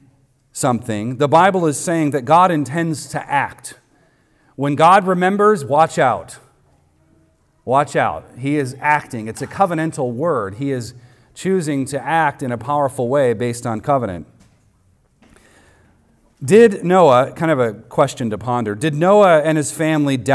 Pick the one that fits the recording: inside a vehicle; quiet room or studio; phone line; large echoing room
large echoing room